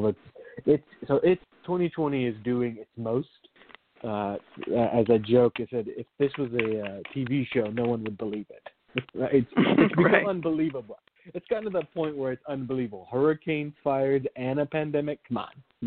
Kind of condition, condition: link, phone line